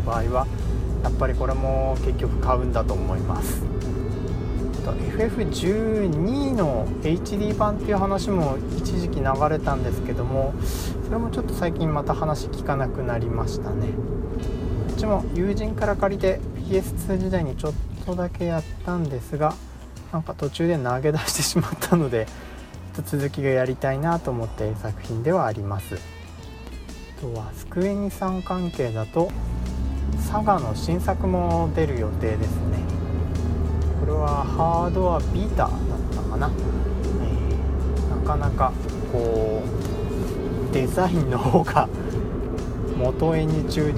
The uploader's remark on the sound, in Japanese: 運転中に録音してるので、内容がフラフラしたり、いろんな音が入ったりしていますが